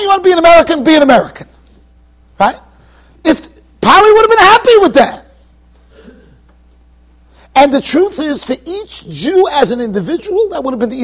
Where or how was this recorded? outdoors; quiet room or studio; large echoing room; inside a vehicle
large echoing room